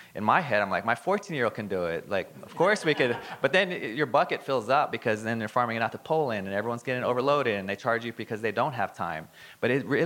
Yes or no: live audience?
yes